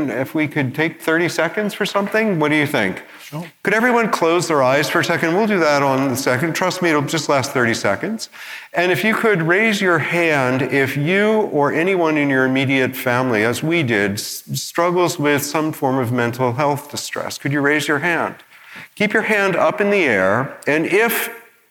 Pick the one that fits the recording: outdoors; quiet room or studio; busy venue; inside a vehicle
busy venue